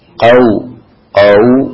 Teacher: Jadi suaranya tidak ke E, juga tidak ke O, ya, tapi ke U tetap. · Term: lin